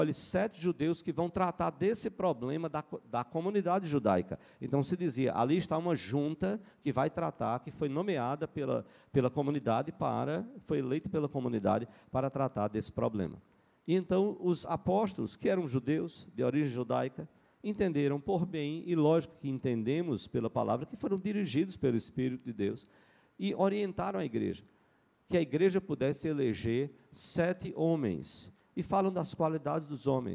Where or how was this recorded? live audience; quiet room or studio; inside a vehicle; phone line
live audience